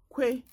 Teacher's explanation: The voiceless velar plosive, labialized before e, as in que.